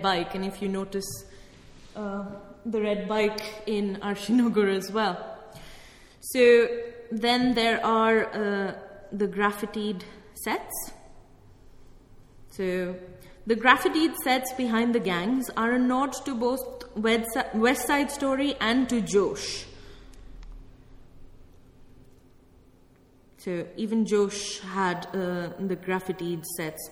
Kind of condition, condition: setting, large echoing room